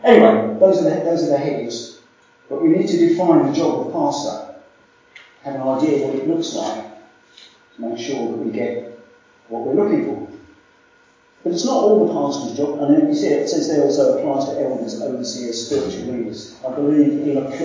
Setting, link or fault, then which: fault, poor sound quality